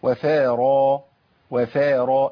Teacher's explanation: الفاء مرققه والالف مرققه تبعا لها والراء مفخمه